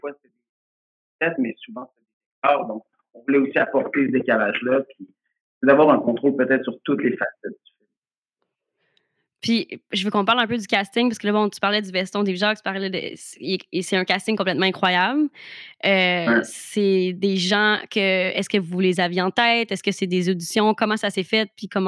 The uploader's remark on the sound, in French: Cette conversation vous transporte en 1992 avec sa qualité sonore douteuse.